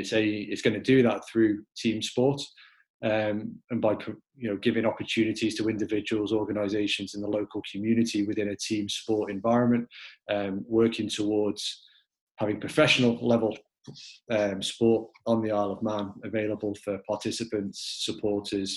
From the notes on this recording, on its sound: Q&A session the Sporting Club carried out on Facebook LIVE.